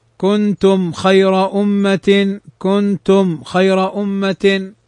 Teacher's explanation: فهنا تظهر الميم لأنها ميم أتى بعدها الخاء · Term: الإظهار